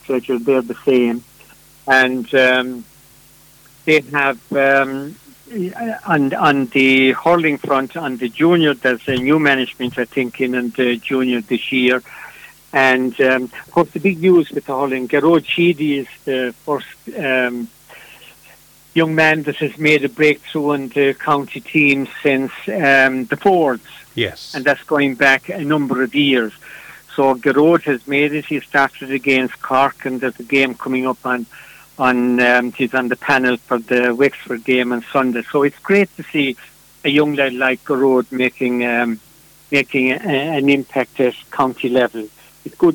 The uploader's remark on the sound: joined on the phone by Ogonnelloe correspondent